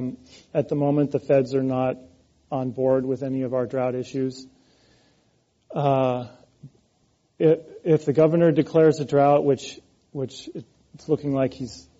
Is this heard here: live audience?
yes